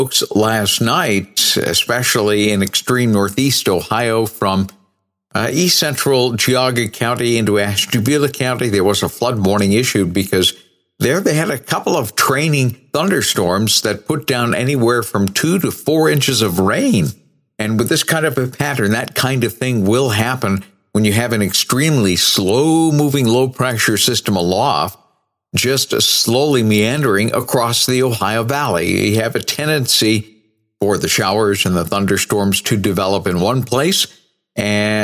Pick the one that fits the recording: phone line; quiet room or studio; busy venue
quiet room or studio